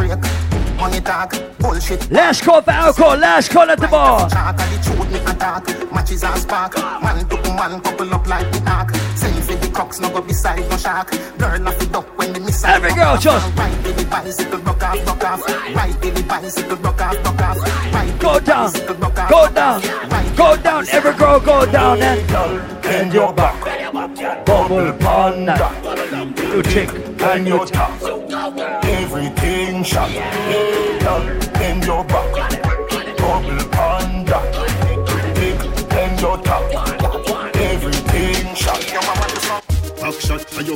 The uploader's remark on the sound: LIVE AT ISLAND SATURDAYS ON OCT. 1ST